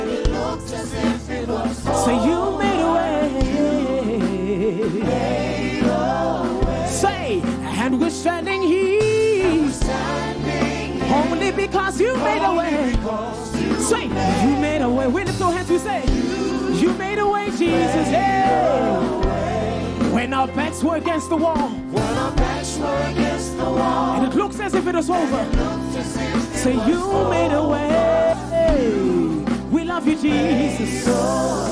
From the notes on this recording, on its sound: Sunday Live Service 21/05/17